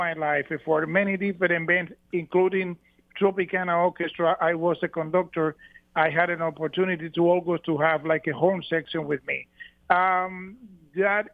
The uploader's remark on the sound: Phones into the Afternoon Cruise